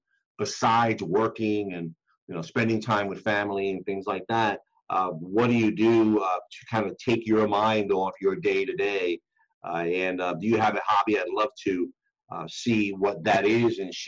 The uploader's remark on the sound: the audio portion of a webinar we did